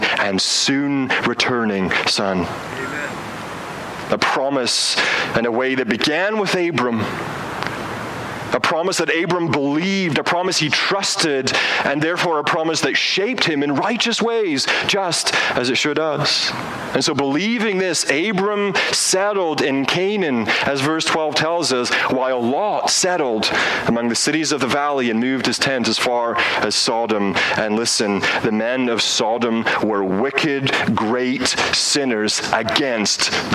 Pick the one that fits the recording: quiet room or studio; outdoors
outdoors